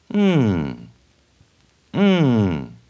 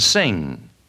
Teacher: Correct position for the NG sound. Raise the back of your tongue against the back part of the roof of your mouth. The air passes out through your nose like this.